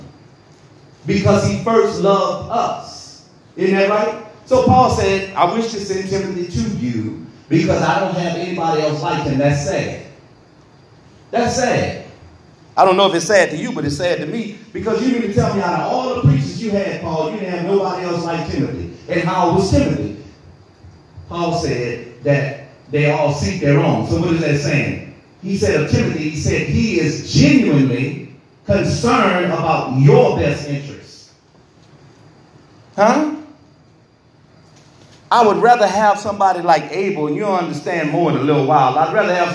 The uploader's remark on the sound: This podcast episode is recorded during our Tuesday evening bible study.